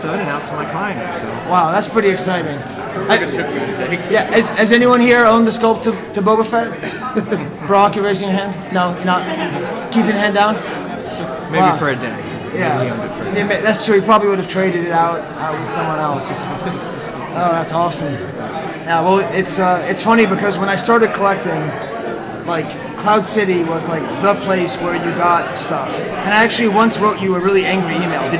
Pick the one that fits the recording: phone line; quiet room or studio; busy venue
busy venue